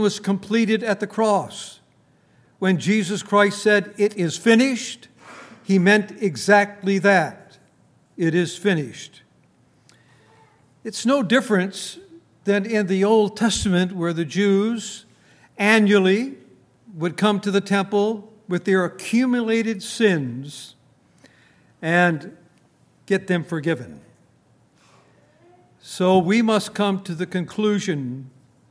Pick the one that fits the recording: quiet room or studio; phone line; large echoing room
large echoing room